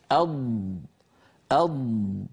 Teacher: والضاد أيضا رخوة، يعني صوتها قابل للتطويل